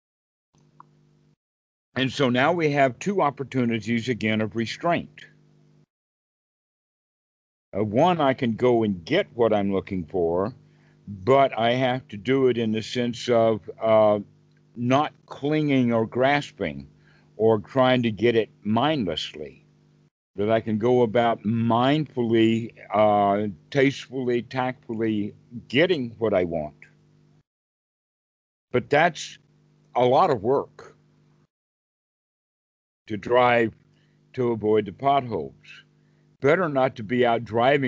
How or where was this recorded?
video call